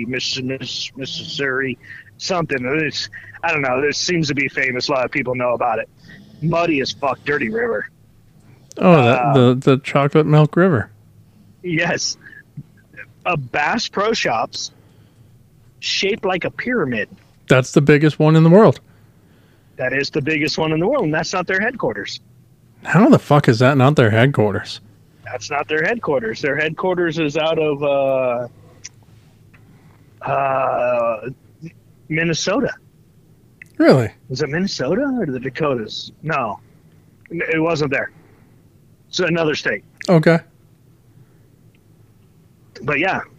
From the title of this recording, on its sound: On the phone